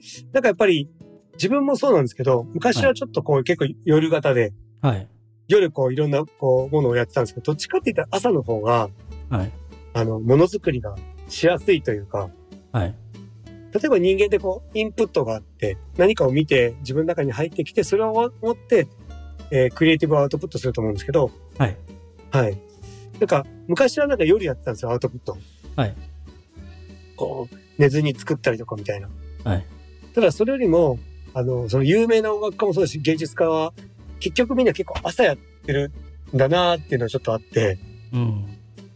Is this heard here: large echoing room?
no